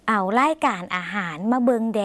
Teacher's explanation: คำลงท้ายนะคะที่แสดงความขอร้องและแสดงความสุภาพในภาษาลาวคือคำว่าแดแต่คุณผู้ชมคะต้องลากเสียงยาวสักหน่อยนะคะ